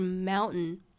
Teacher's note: 这种情况呢叫做 nasalplosion，翻译成汉语叫做鼻腔爆破，也就是这个词里面的这个字母 T 的发音我们是听不到的了